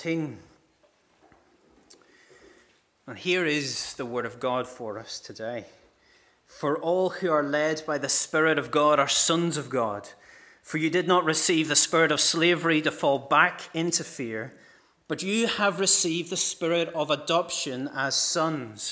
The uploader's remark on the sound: This is the recording of the Bible readings and sermon from our morning service.